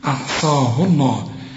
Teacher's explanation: ما دام الهاء مضمومة يبقى لفظ الجلالة هنا مفخم